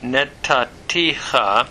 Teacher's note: the second noon of that root has assimilated into the tav here, and that dogish is indicating that assimilation, the dogish forte.